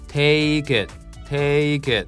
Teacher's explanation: はい、 take から it つながります。